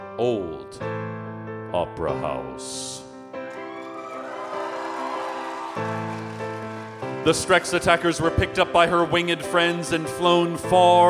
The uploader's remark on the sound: This episode was recorded live at The Town Hall in NYC on June 4, 2014.